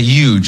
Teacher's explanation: when I say huge, I don't pronounce the H